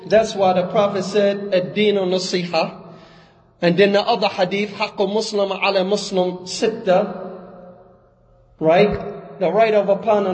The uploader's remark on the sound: Lecture given at Masjid Nur Allah, Queens, NY.